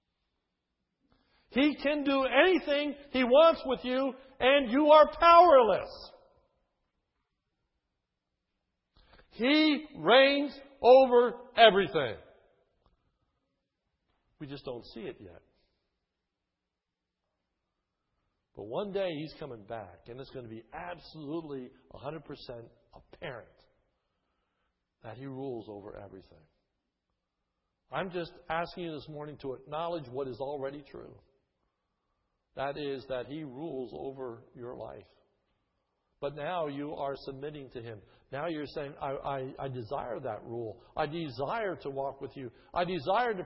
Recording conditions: large echoing room